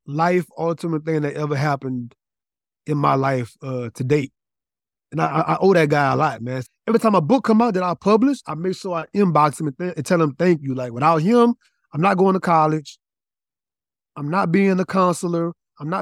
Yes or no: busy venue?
no